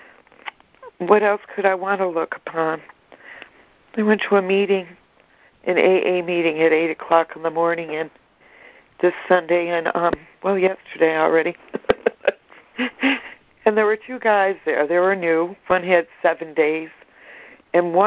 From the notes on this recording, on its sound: ACIM Daily Conference Call